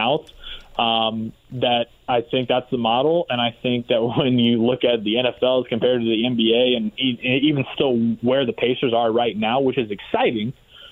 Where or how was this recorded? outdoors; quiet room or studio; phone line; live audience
phone line